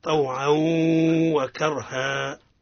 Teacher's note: التنوين في العين بعده حرف الواو. أدغام سيدي أدغام مع الغنة